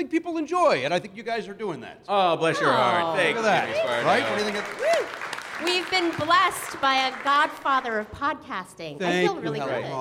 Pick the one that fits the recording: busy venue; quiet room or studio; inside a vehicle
busy venue